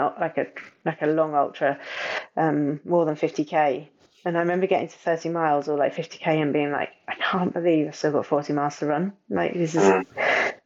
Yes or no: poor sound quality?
yes